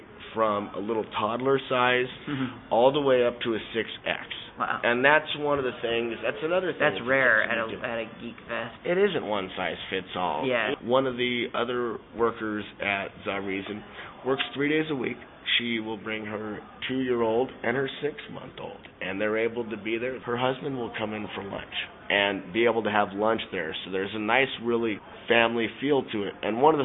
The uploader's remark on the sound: recorded at SELF 2010